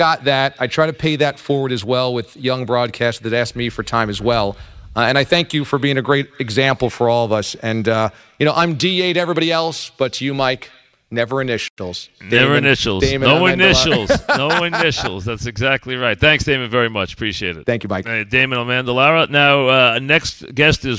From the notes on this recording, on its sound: live from the Paley Center in Manhattan